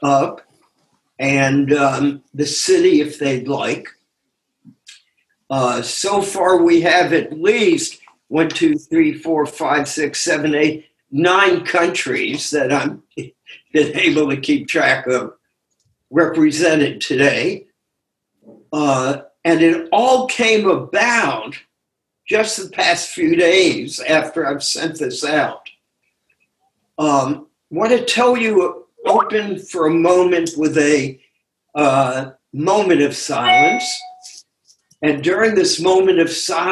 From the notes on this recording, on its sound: took us on a zoom journey